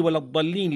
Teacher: ولا وجود لللام الساكنة إذ أدغمت في الضاد · إذن حينما سمعنا ولام ولض من قوله ولا الضالين لمجاورتها الضاد، لأنك في اللفظ تنطق الضاد بعد اللام مباشرة